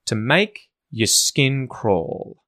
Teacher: I'm emphasizing the important words like the verbs and the nouns. · Term: emphasis